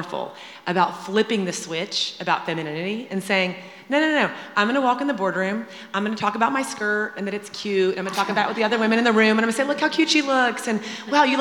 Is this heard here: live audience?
yes